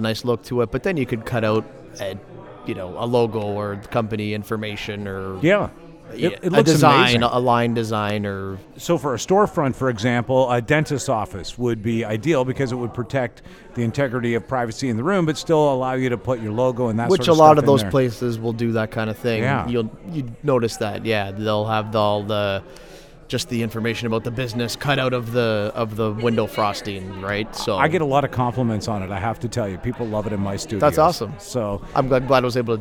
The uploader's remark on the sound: LIVE from the ITEX Canada Meet & Greet